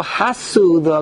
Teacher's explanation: the pronounced syllable is the so